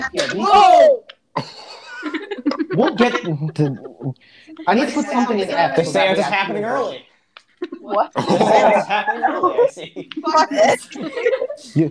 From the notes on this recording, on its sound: POOR AUDIO QUALITY ALERT. This was the most chaotic of the episodes.